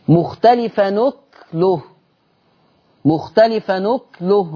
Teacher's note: قرأ ورشي بسكون الكاف مختلف نكله، مختلف نكله نقل وسكن الكاف.